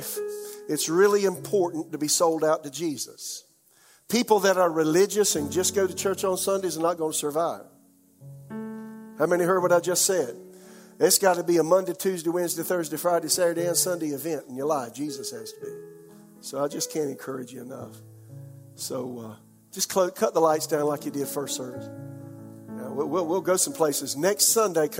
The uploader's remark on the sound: This message was delivered during the 11 AM service on October 24, 2021.